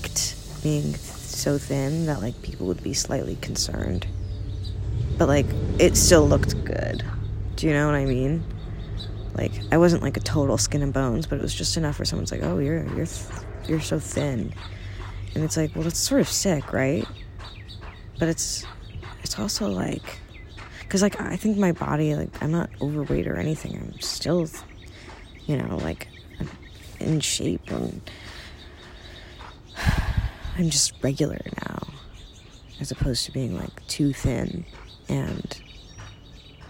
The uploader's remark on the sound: Recorded from the backyard. Lots of birds.